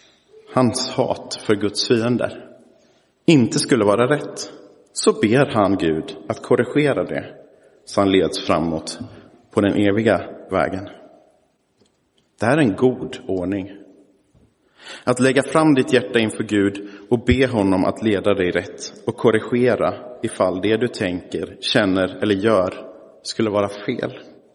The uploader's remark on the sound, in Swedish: Inspelad i Roseniuskyrkan den 19 november 2023.